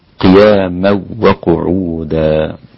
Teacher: فالإمام خلف يسقط الغنة في الإدغام التنوين والنون الساكنة مع الواو والياء